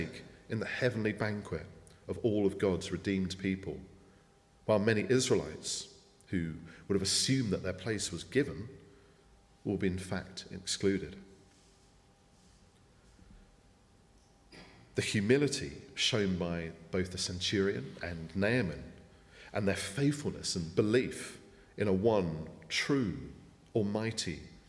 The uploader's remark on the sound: speaking at the 9:30 service